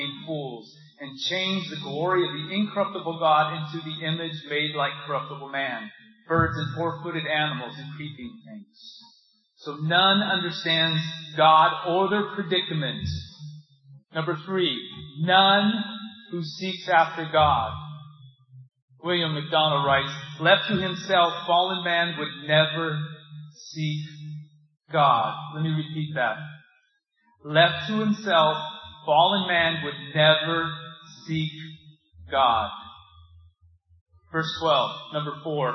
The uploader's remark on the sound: This sermon has technical difficulties with the audio quality.